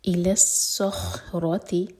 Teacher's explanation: صاد heavy اور خا clear ہے